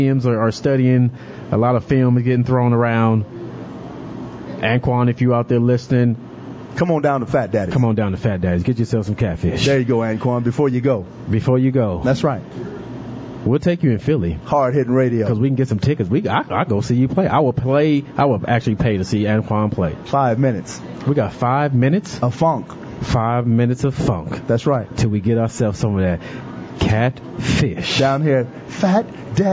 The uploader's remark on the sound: Live From Fat Daddys'